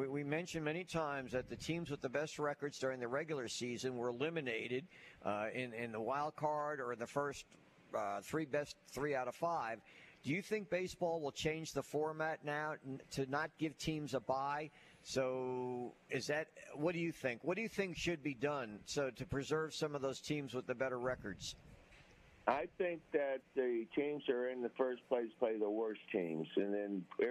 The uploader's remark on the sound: LIVE at Wingfingers!